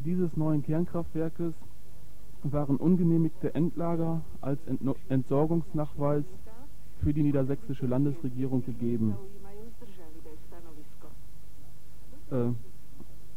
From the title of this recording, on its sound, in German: Telefoninterview